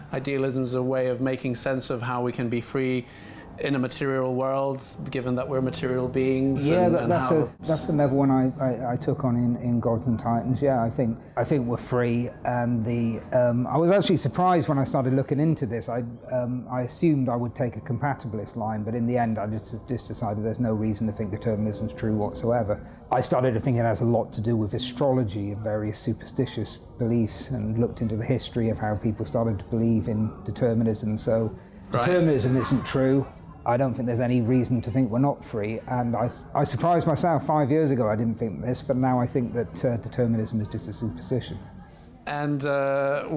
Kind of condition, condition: setting, busy venue